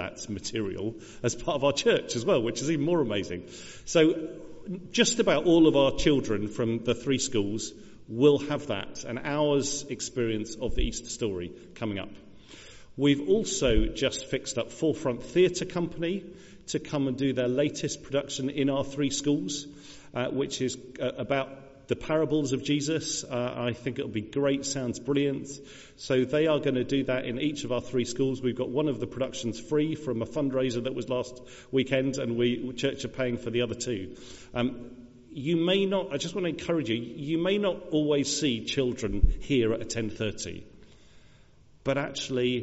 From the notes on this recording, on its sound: Recorded at the 10:00 service on Sunday 5th March 2023 at All Saints Church, Malvern.